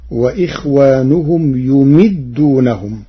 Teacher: قرأ ورش كلمة يمدونهم بضم الياء وكسر الميم من أمد الرباعي فتصير وإخوانهم يمدونهم.